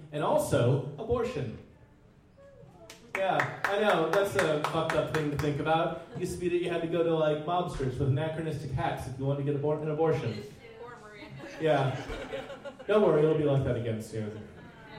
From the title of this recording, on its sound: Live at the Jack London